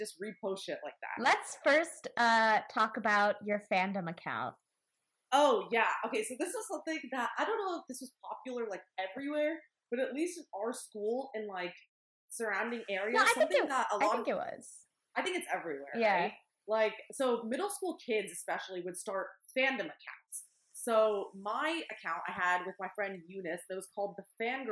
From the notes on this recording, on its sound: Please excuse the dodgy audio, we're still working out some kinks.